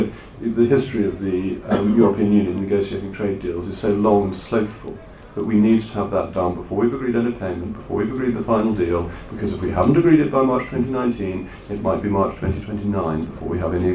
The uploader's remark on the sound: This event was in partnership with Conservative home and held at the Conservative Party Conference in Manchester.